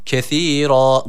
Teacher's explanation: Burada keskin olan sin harfi yok. Peltek olan s harfi var. Bir elif miktarı uzatıyoruz.